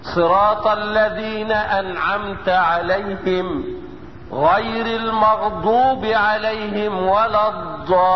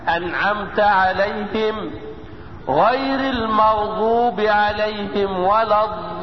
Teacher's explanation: تنطق رخوة، لفت حافة اللسان اليسرى وما يحاذيها من الادراس العليا · Shown in: second take · كأن الادراس كده بتشكى كده واللسان مركون الركنة التمام بطوله على الادراس العليا ومرتاح.